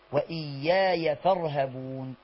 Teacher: ما فيش ألف مد، هي فتحة بس على الياء الثانية